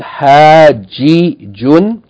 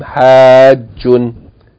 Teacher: In order to merge the two jims, they took away the vowel from the first jim · Shown in: second take